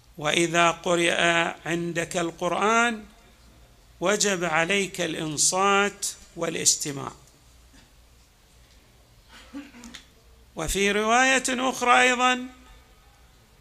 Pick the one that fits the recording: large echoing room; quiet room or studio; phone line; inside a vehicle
large echoing room